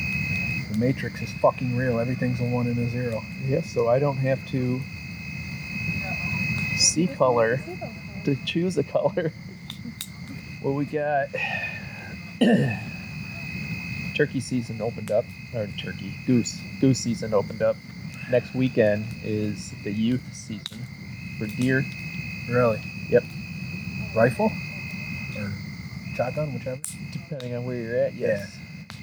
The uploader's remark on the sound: hanging out in the yard sitting by the fire and decided to record their conversation